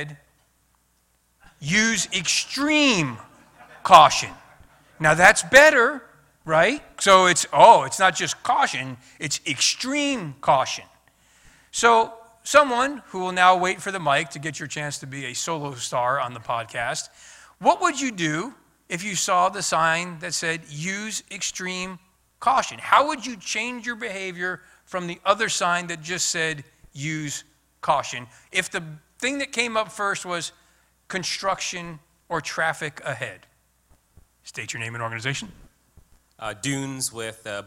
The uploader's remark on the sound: This month we have an episode recorded live at the Flight Test Safety Workshop last month. The 150 attendees of the workshop.